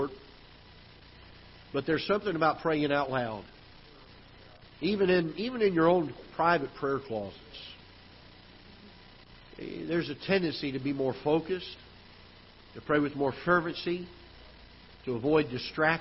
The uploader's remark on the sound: Ketha Heights Baptist Church ~ Live Broadcast